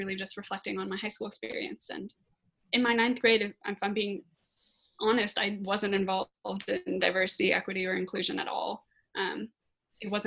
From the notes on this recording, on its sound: the zoom conversation that I had this week